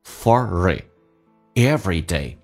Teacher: It 跟 every day 不连音，连起来很难听哈